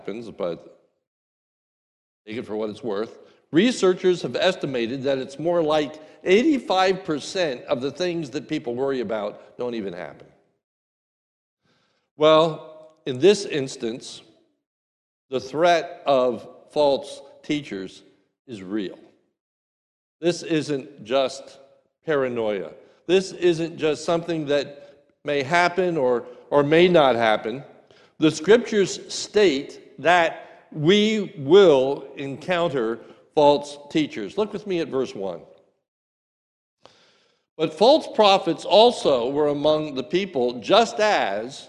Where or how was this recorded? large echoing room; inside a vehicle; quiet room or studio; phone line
large echoing room